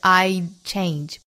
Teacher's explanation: 舌尖抵上齿龈但是不弹下来 · Term: d 憋一下